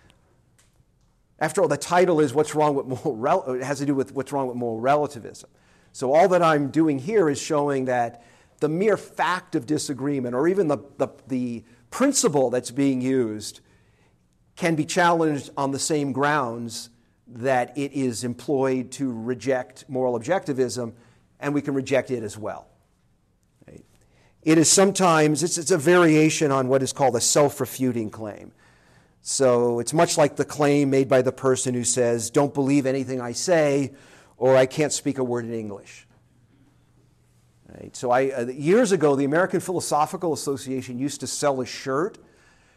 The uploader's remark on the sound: This lecture was given on September 7, 2023, at Tulsa